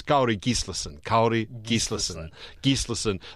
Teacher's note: Normally with Icelandic, the correct way is to hit the first syllable.